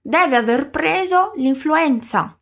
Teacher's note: Você notou que o E final no verbo avere foi embora? Isso acontece bastante na língua italiana para facilitar a pronúncia.